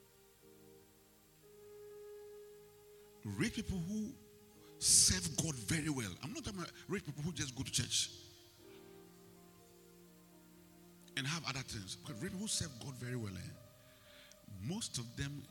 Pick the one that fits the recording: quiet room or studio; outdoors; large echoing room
large echoing room